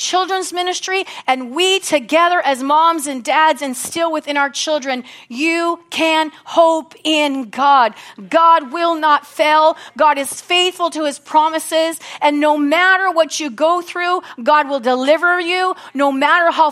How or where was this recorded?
large echoing room